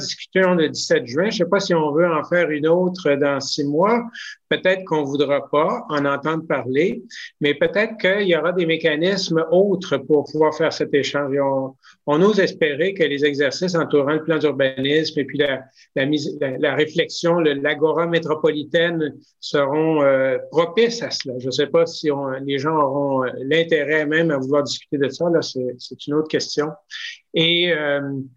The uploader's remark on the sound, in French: a eu lieu en ligne le 27 janvier 2021